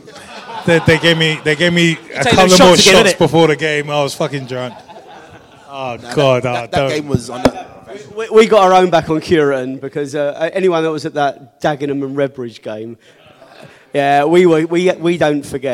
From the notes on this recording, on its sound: LIVE at the Beesotted Pride Of West London Social. Special guests at the Beesotted Xmas Bees up at Fullers Brewery in Chiswick - recorded in front of a live audience.